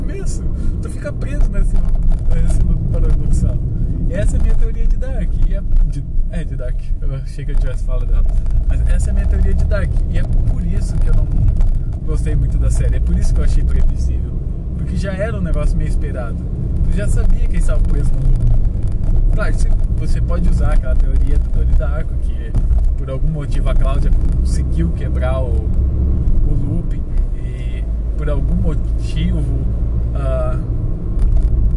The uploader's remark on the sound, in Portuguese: Podcast gravado no carro